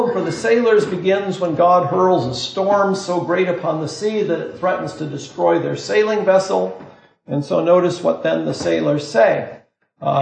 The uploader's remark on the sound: This lecture was given on March 30th, 2023, at Harvard University.